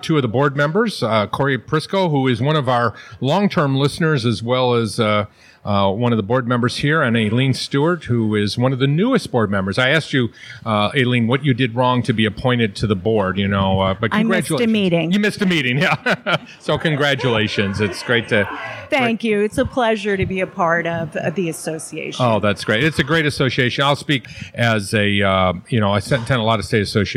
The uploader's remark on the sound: Live from the NJAASC Quarterly Meeting